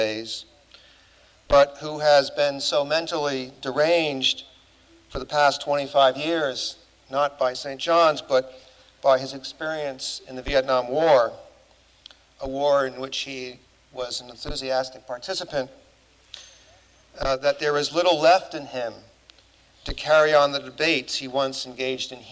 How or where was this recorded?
large echoing room